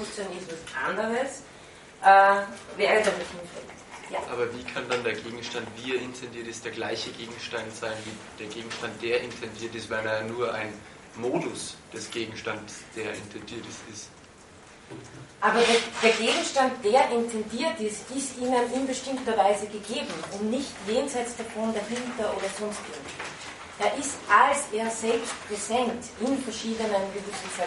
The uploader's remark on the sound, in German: von Studierenden aufgezeichnet